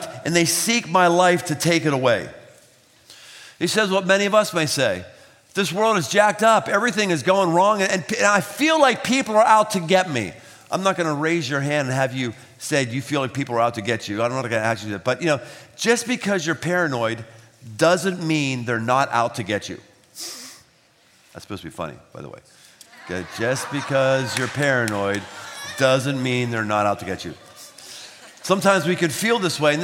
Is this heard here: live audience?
yes